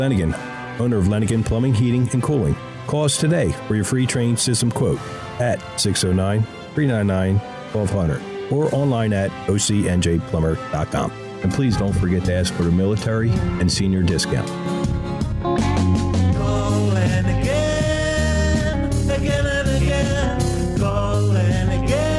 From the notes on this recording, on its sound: Locker Room Live Broadcast at the Battle at the Beach football Classic in Ocean City NJ. We broadcast Live at the Battle At The Beach High School Football Classic in Ocean City.